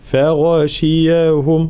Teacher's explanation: قلنا الغين من حروف الاستعلاء مفخم